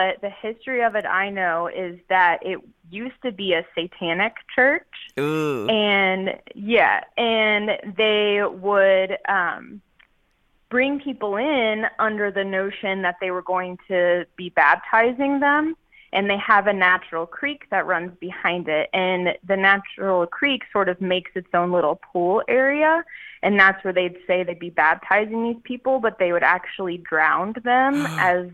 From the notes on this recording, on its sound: chats on the phone with four more listeners